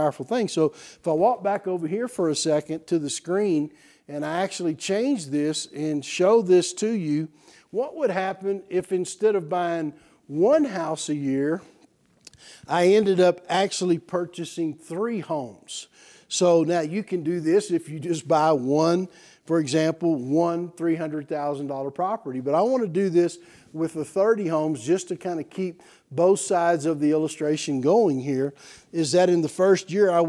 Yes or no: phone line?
no